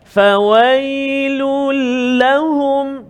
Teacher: Masukkan tanwin ke dalam huruf lam tanpa dengung. Tak boleh dengung. · Term: idgham bila gunnah